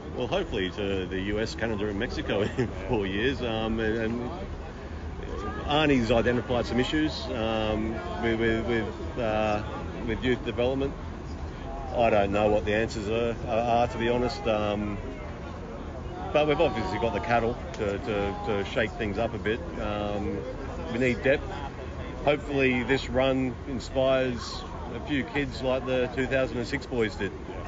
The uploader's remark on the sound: Socceroos Fans Reaction From Doha. Chats with the fans outside the stadium.